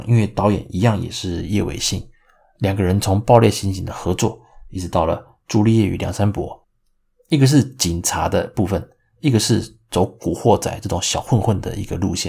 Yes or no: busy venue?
no